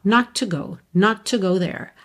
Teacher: E você já reparou também que esse not to, quando eu estou falando numa frase, isso se junta, esses dois T's viram um T só.